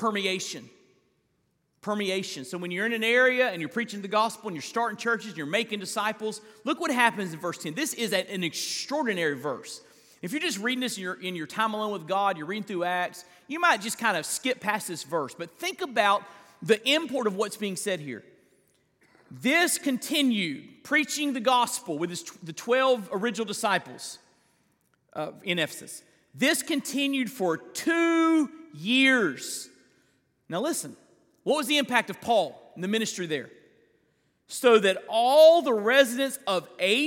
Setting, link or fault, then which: setting, large echoing room